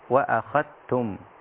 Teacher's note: بإدغام ذال أخذتم في التاء بعدها فتصير هكذا وأخذتم.